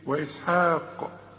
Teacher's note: إذا وقفت على كلمة إسحاق قلقل القاف